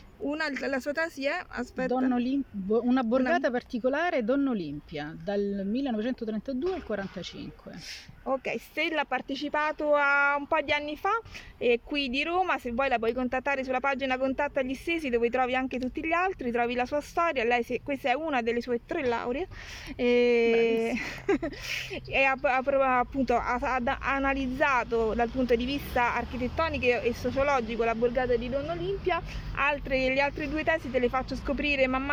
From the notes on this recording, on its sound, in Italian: In mezzo ai rumori della città! Da una panchina di Monte Sacro in una piazzetta purtroppo solo apparentemente tranquilla. Che purtroppo proprio oggi si sono fatte sentire più del solito.